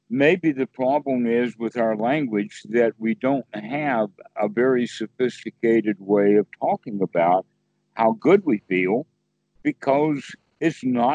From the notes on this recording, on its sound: skype calls on this channel